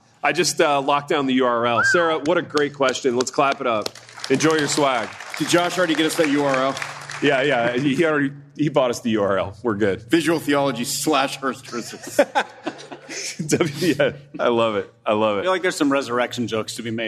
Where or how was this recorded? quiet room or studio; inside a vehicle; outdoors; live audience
live audience